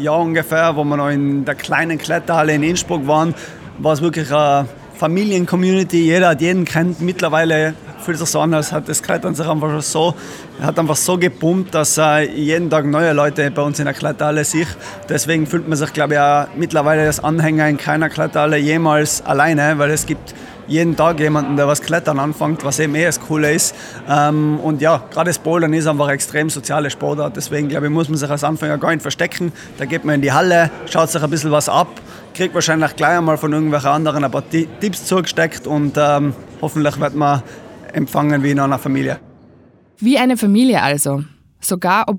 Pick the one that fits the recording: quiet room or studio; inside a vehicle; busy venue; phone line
busy venue